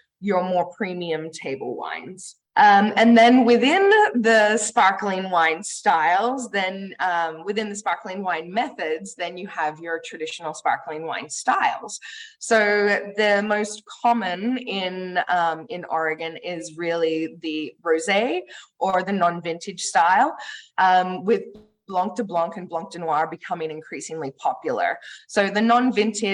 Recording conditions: video call